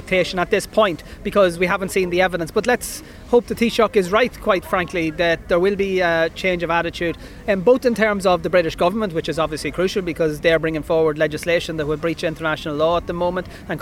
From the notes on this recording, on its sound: live at the National Ploughing Championships